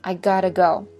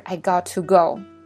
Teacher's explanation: 因为这个 to 会弱读，会读成 d · Shown in: first take